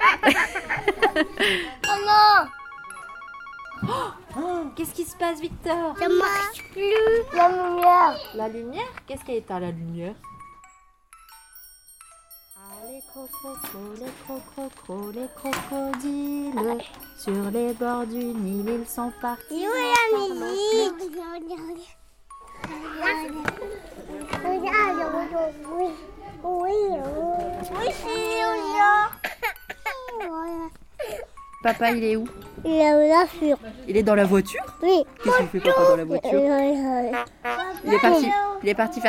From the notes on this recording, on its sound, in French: Dans le cadre d'une résidence-mission sur le territoire de la Porte-du-Hainaut en janvier 2023, je suis intervenu au sein de la crèche "Rigolo comme la vie", située à Wallers, pour capter les sons, les bruits, les cris, qui peuplent et animent le lieu.